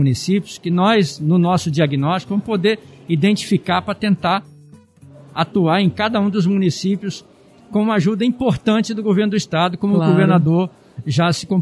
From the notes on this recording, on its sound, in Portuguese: Episódio gravado no evento "Seminário de Novos Gestores", realizado em dezembro de 2020.